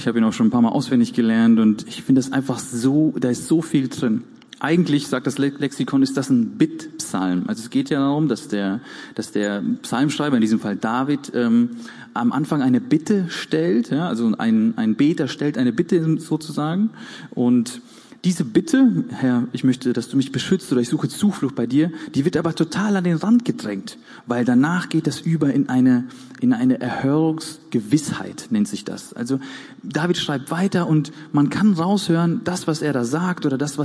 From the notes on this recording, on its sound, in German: Gottesdienst der Kirche für Bonn